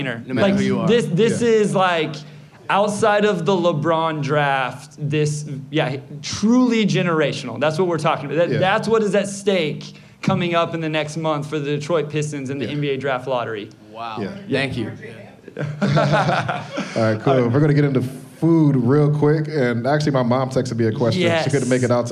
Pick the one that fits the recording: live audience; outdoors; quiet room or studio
live audience